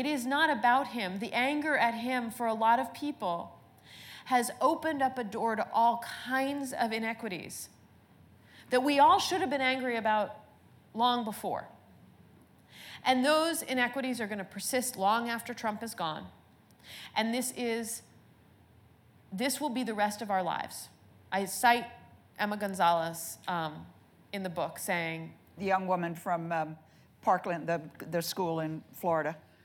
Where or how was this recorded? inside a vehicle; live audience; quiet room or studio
live audience